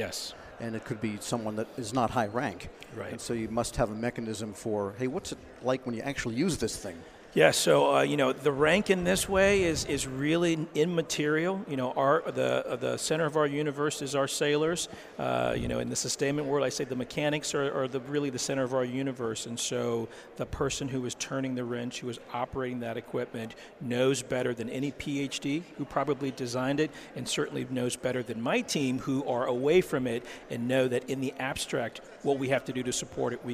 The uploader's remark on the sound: At the Sea Air Space conference this week, the Federal Drive caught up